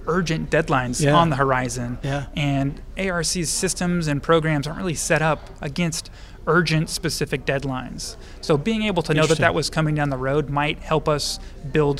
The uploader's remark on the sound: at the first-ever Upstate Rural Conference in Upstate New York